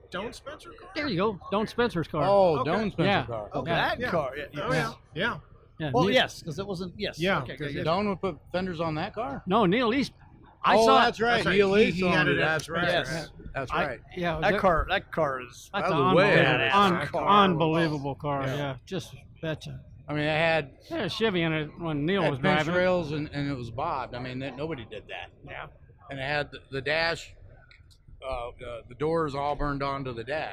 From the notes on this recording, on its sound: joined the Gearheads live in The Round Six Experience at the Grand National Roadster Show